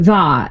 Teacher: saying the vowel a, like in that, more backed